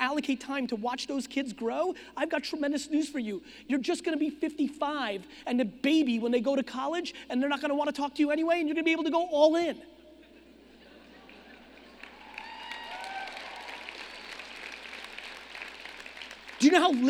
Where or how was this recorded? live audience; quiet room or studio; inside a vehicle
live audience